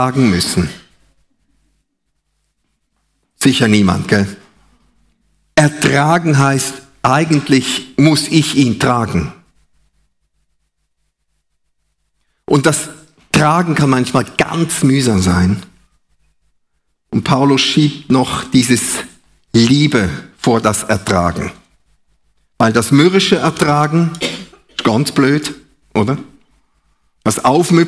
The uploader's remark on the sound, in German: Live aus Winterthur der Dienstagsgottesdienst